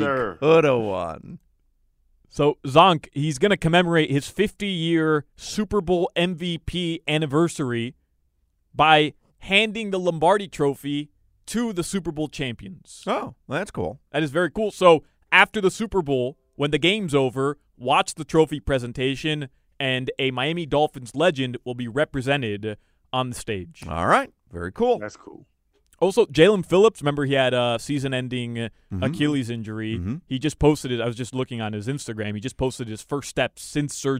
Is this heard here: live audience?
no